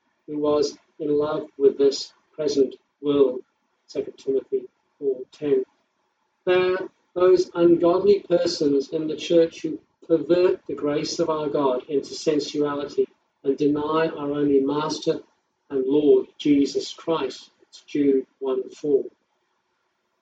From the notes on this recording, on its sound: Service live streamed from home during lockdown. Audio recorded from livestream - quality not as good as normal.